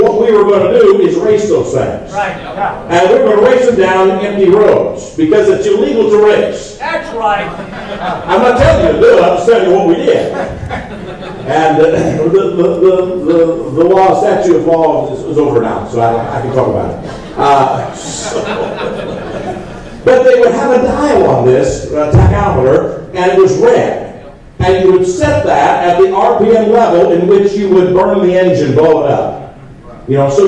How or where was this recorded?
large echoing room